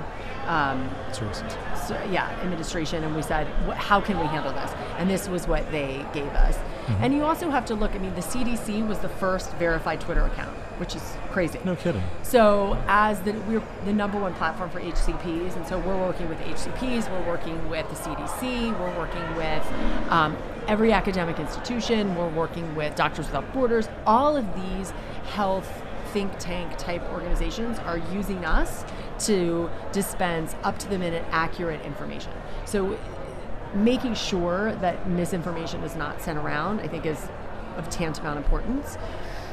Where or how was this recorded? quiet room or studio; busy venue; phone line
busy venue